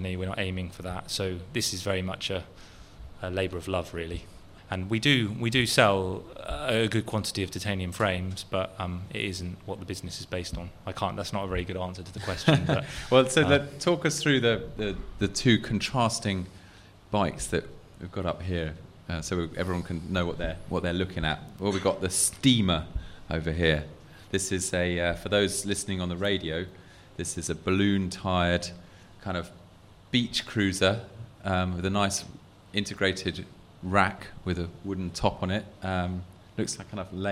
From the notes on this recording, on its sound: This conversation was recorded live at last month’s Bike V Design night at the Design Museum.